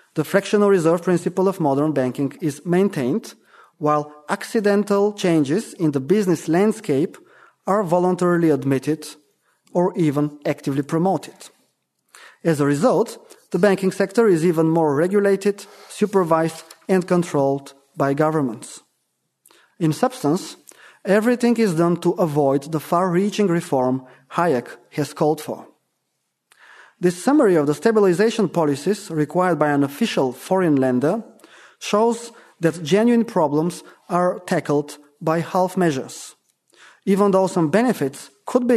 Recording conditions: live audience